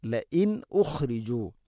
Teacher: ഇദ്ഹാർ ചെയ്യണം, ഹംസ കൃത്യമായിട്ട് ഉച്ചരിക്കണം